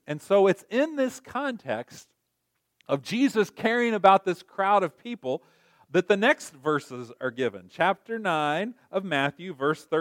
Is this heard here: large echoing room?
yes